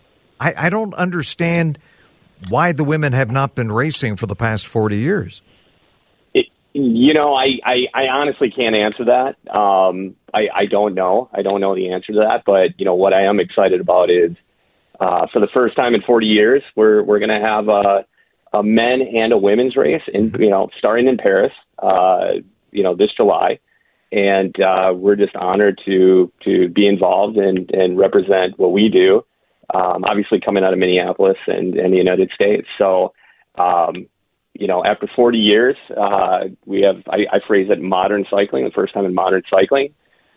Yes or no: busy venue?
no